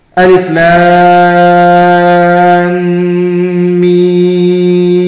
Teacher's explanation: الوقف على الميم بالسكون الأصلي مع المد 6 حركات